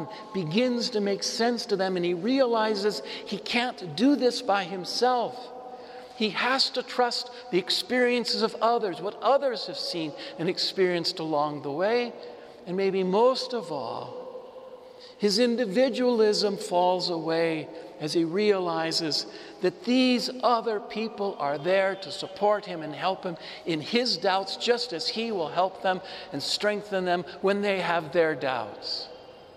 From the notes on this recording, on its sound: This homily was preached before the Saint Francis Catholic Community of Cuenca in the Iglesia de San Francisco, Cuenca, Ecuador.